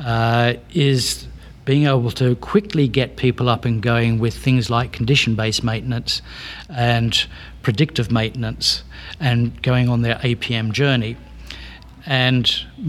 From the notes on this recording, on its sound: talks with some of the Exhibitors and Presenters at the Operational Excellence in Oil and Gas Conference